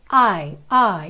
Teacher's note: Porque essas vogais em inglês são sempre levemente diferentes do que a gente costuma fazer em português. Então a gente faz um I muito aberto e já no inglês ele é um pouquinho mais fechado. Esse som é um pouquinho mais fechado.